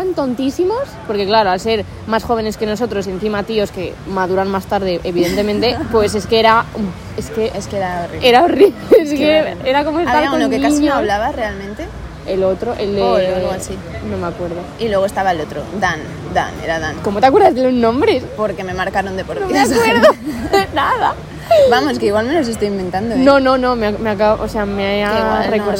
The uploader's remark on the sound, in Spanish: Ha sido una conversación normal entre nosotras en una terracita con muchas risotas y nuestras así que perdón por el ruido de fondo.